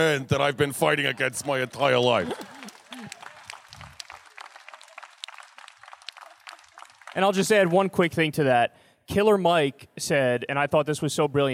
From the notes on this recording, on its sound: Live at Politicon. Stopped by Politicon for a live show of Hear the Bern.